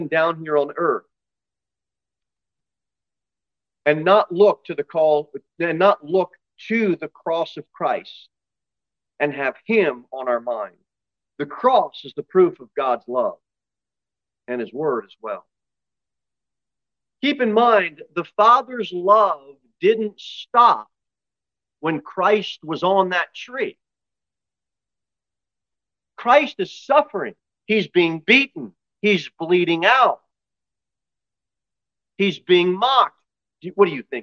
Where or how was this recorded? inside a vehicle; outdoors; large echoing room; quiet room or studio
large echoing room